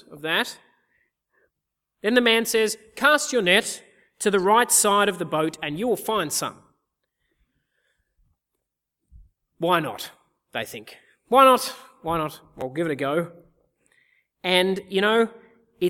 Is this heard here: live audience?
yes